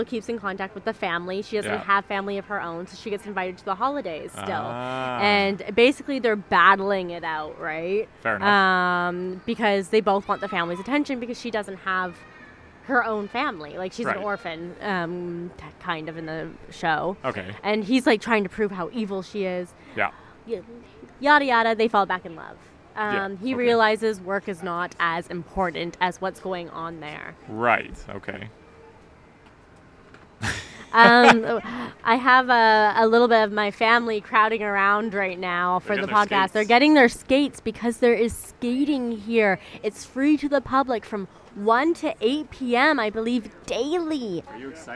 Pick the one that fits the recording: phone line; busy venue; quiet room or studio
busy venue